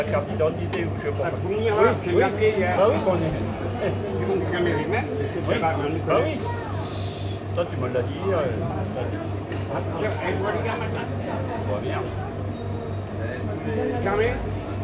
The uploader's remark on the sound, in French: Impression sonore du marché de Auneau. Impression sonore du marché de la petite ville de Auneau.